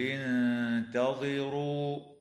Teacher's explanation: وتخفى النون الساكنة مع الغنة مرققة في كلمة انتظروا